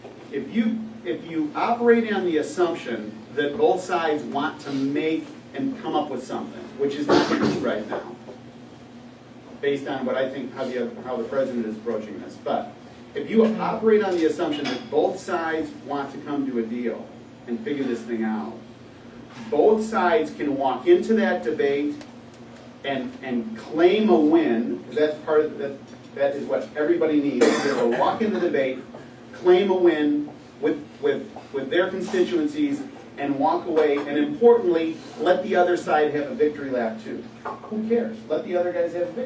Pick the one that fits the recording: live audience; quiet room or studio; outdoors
live audience